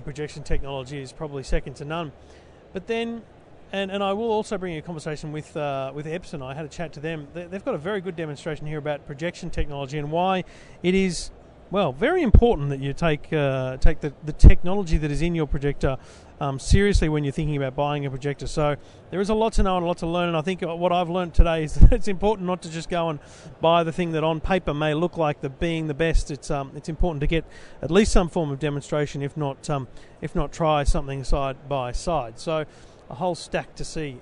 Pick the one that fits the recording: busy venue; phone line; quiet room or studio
busy venue